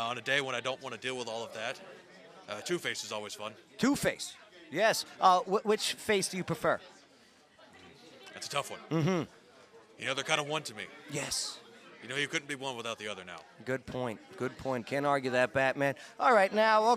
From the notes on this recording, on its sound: Live at #ClarksvilleCon 2020 from the Riverview Inn Hotel. Live at #ClarksvilleCon 2020 from the Riverview Inn Hotel.